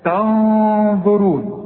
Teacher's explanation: نون بدون تشكيل هنغن، لان بعدها الظ والظ من حروف الاخفاء